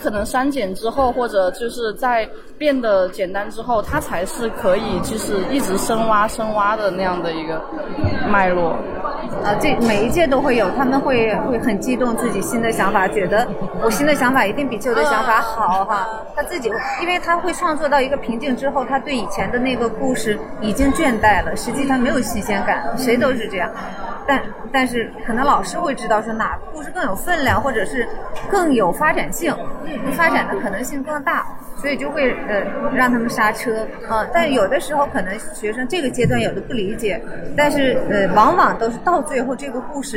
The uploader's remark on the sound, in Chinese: 2021央美绘本毕设展。本期节目收录了在展览现场捕获的创作者们的即兴访谈。